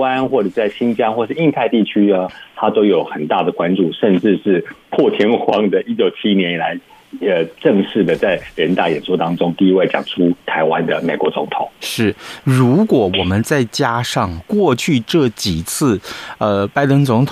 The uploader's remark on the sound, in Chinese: 連線美國之音白宮記者